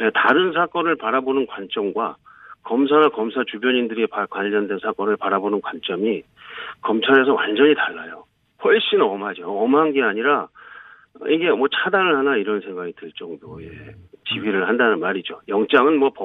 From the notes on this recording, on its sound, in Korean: 전화연결